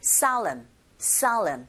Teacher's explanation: S-O-L-E에서 강세가 O에 있거든요. 철자 O에 강세가 같기 때문에 O보다는 I에 가깝게 발음이 들리고 그렇게 발음하시면 돼요.